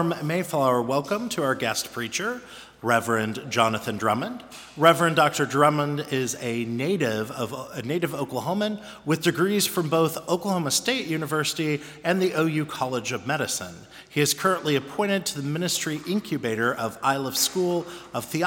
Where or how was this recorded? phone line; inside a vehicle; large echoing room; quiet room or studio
large echoing room